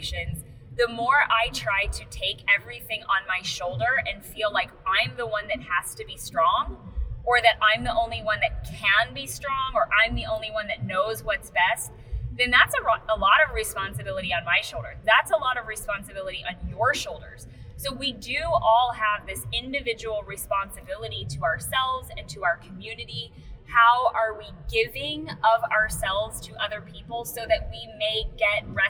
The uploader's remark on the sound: Car trips between prenatals can be inspirational, but funky on the audio quality.